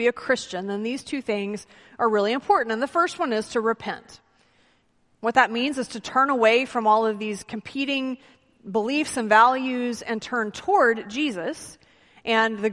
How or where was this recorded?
large echoing room